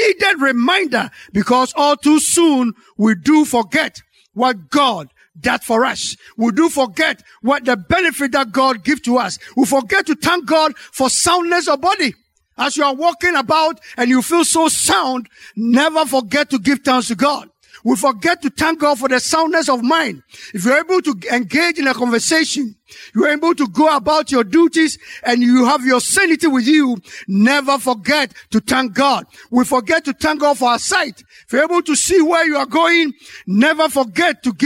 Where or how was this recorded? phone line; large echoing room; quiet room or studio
large echoing room